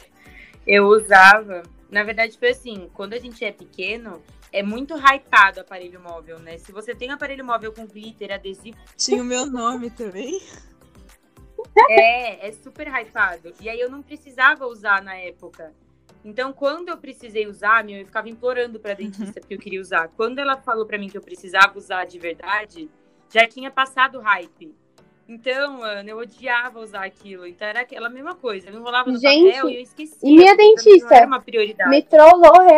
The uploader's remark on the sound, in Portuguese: O episódio de hoje sofreu algumas falhas técnicas de áudio.